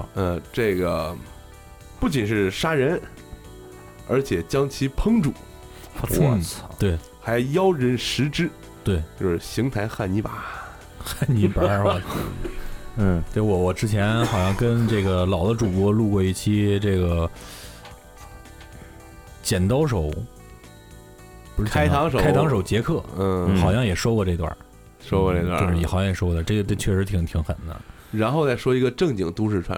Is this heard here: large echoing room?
no